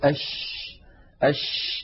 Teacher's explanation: نجد بأن الهواء يتدفق مع حرف الشين، فالشين يجري معها النفس. كذلك الشين حرف رخو، رخو يعني يجري معه الصوت كما مر معنا أيضا في صفات الحروف. · Term: مهموسة